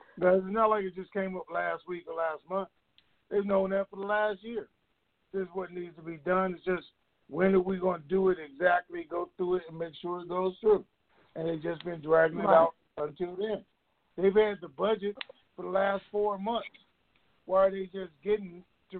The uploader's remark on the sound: TNTSuperfantastic Conference Call